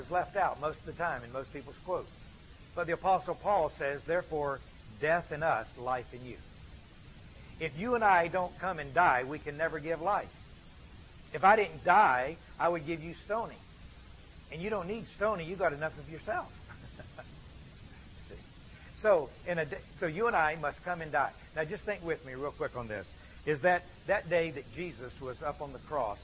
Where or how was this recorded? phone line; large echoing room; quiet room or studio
large echoing room